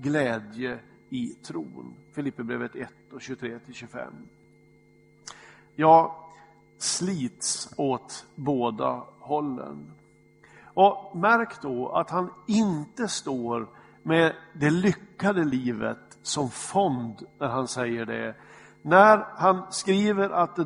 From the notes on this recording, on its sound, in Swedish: Inspelad i Smyrnakyrkan, Göteborg.